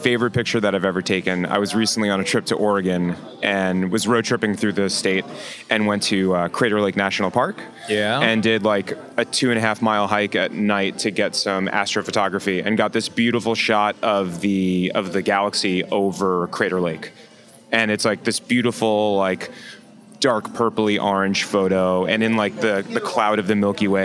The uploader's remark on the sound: Because we were recording as part of the Lumix Day event, several interesting photographers and videographers, each a Lumix ambassador, were speaking at the B&H Event Space.